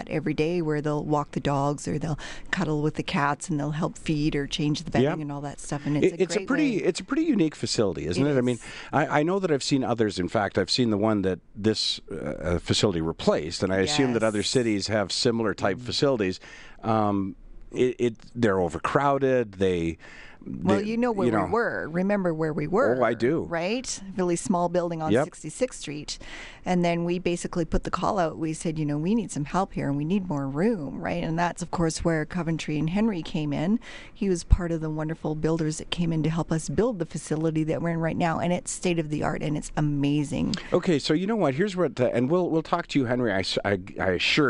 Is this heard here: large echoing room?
no